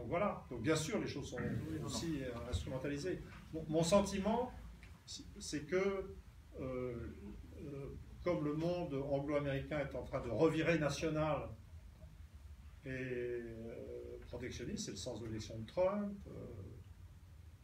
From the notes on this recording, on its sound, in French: Désolé pour la mauvaise qualité sonore, la carte de mémoire du micro qui devait assurer la qualité s'est vite retrouvée saturée